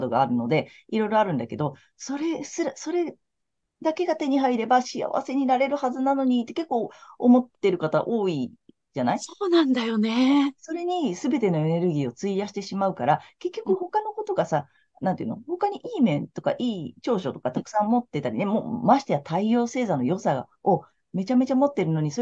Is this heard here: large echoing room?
no